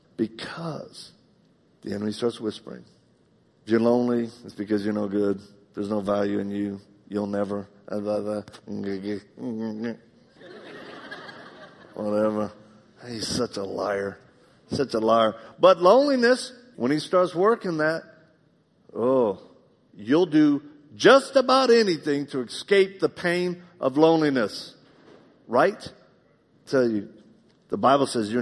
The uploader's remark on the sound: In this live message